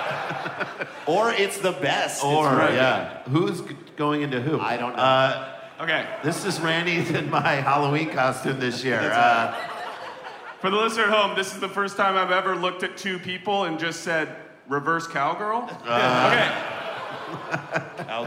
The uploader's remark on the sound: DPT LIVE. This week Dumb People Town goes live.